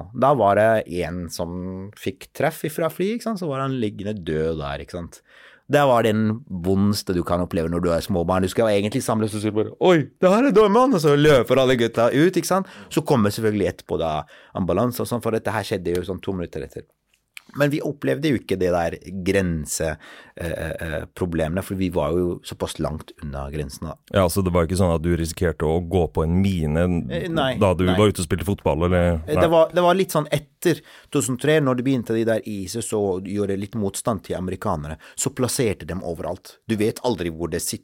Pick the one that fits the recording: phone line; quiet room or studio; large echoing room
quiet room or studio